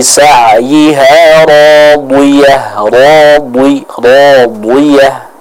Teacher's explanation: Sehingga apabila huruf dhad di sini kasrah, ya, tetap harus terdengar dengan jelas ketebalan yang dimiliki oleh huruf dhad tersebut